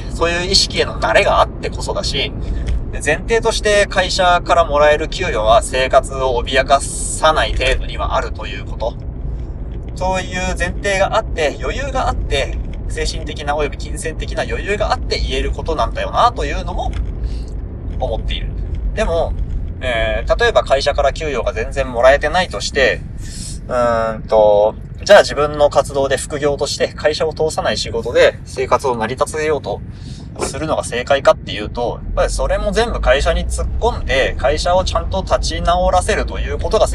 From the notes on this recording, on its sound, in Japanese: 高速道路走っておりますとでノイズがを決めかなぁと思いますお聞き苦しいと思いますがご容赦ください。高速道路っていうのもあっておっきめの滝した声で送りしております。